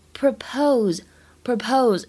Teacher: All right, let's propose a toast.好，大家干杯，或说大家喝一杯。那么朗读这句话的时候呢，注意一下，哦，哦，长元音的哦，发音呢要更往后靠一些。propose propose 要注意一下它重音的位置在第二个音节上面 · IPA: [prə'pəʊz]